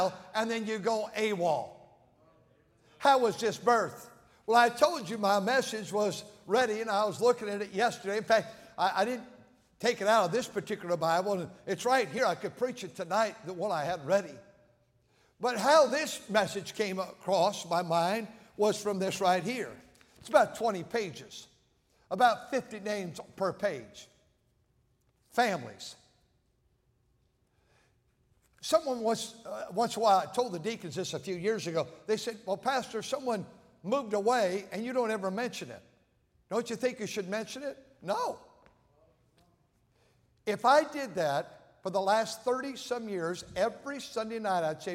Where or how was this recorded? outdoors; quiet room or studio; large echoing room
large echoing room